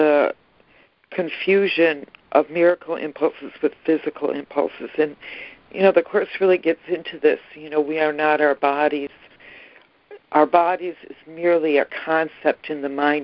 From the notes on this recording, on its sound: ACIM Daily Conference Call